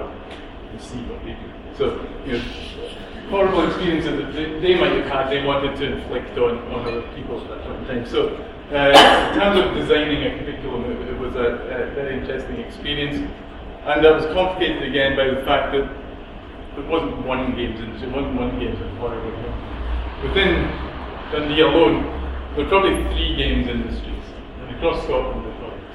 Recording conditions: live audience